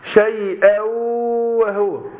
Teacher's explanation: شيئا، مدة الغنة حركتين